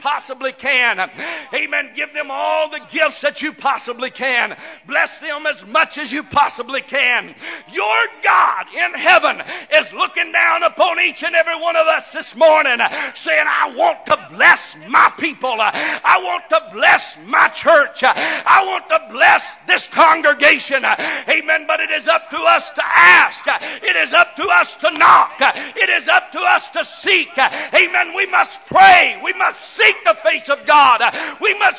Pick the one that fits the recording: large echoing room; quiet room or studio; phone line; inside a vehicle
large echoing room